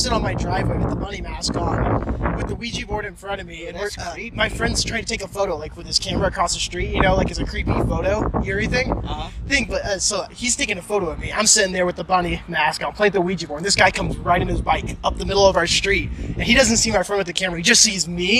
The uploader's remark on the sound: Live from Dive Bars across America!